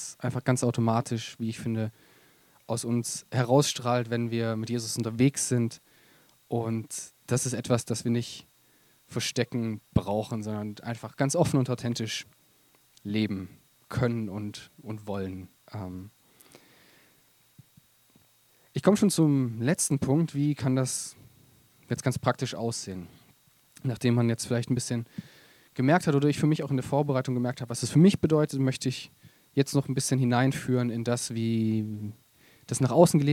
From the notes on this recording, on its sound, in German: Predigt im Rahmen des GreifBar+ Gottesdienstes